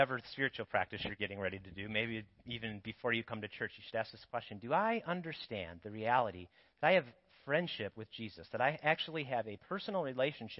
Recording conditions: large echoing room